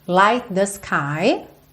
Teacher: juntando aí o T final do light com o T do the